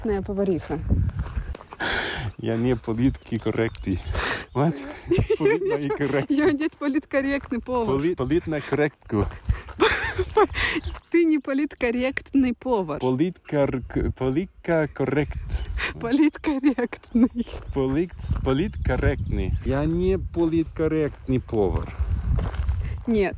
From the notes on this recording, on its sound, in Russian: ребята записали Повариху прямо посреди австрийских Альп